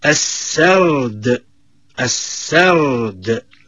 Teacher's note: لا رد بالك، هذه الكلمة هذه هي الوقف، هي محل وقف، والوقوف عندها هو صعب، لأنه لابد أن نجمع في الوقف على هذه الكلمة بين ساكنين، فالراء ساكنة والدال ساكنة